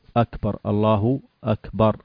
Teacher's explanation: زمن الكاف زمن أكثر من الباء